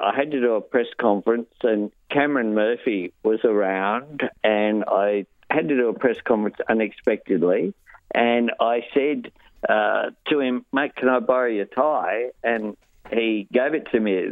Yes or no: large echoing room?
no